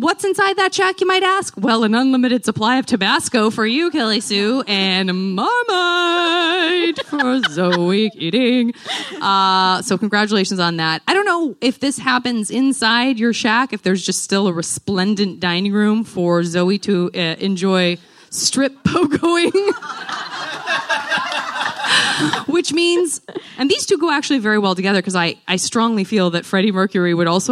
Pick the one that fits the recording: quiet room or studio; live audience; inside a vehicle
live audience